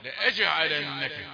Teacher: جيم ساكنة شديدة مقلقلة